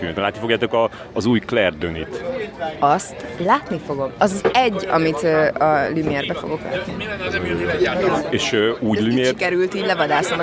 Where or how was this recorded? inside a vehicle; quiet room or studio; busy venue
busy venue